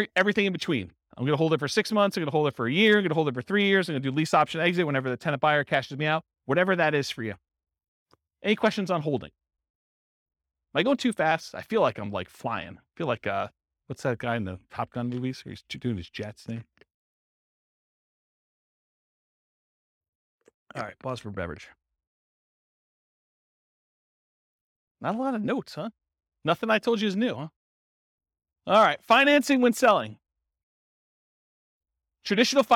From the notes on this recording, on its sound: Boise, Idaho. This was a live class recorded.